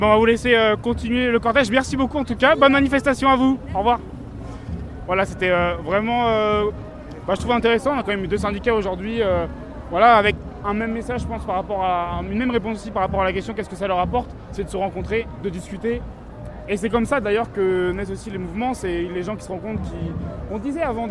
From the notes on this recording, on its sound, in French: nous étions en direct du cortège parisien